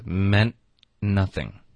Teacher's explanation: 因为 meant 结尾有一个特的音，这个特的音呢后面带着一个辅音，所以我们就应该按理说要把它省略